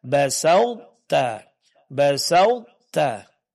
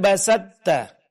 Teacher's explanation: Sebagian sifat huruf ta yaitu sifat isti'la, sifat itbaq itu masih ada, sebagian lain sudah hilang itu sifat qalqalahnya. · Shown in: first take · bunyi tebal pada huruf ta yang merupakan pengaruh daripada sifat itbaq dan sifat isti'la itu masih ada. Jadi dibaca basauta, basauta, bukan basatta. · Term: idgham naqis